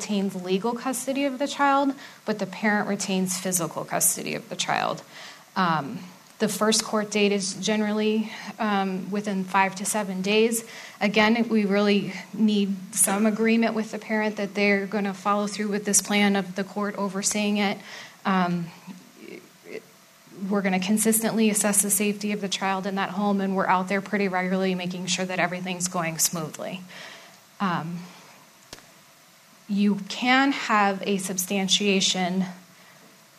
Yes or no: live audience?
yes